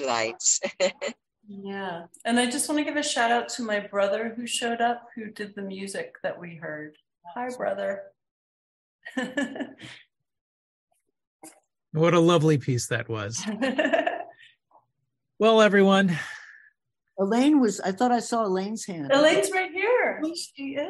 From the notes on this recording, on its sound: This event was originally broadcast via Zoom